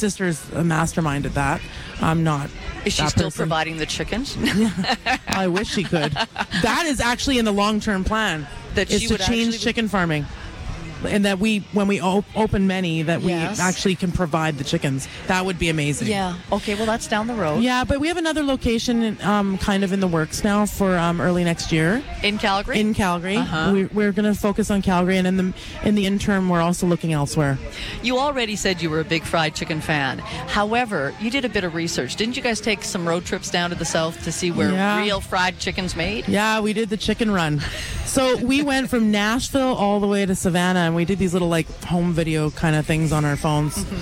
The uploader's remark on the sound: Live at the Calgary Stampede.